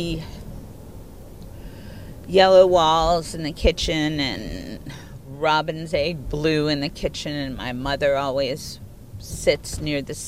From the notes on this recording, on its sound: during the AFI DOCS festival